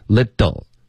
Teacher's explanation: little 这个舌头能软一点的弹一下就够了 · Term: 弹的音